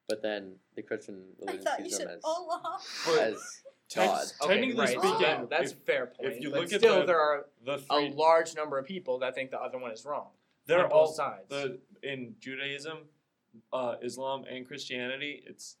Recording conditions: poor sound quality